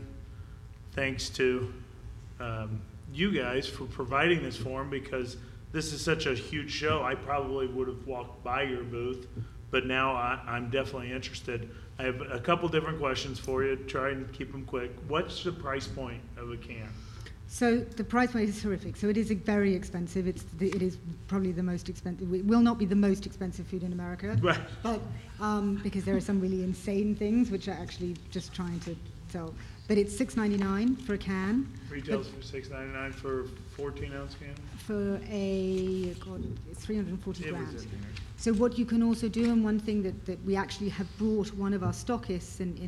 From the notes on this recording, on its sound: BARK YOUR BIZ LIVE AT GLOBAL PET EXPO 2019.